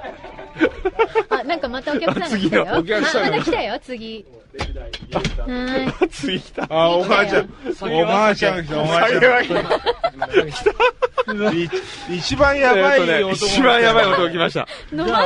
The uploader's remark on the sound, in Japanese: 前日FUTUREを某制作会社忘年会開催中の会場で収録！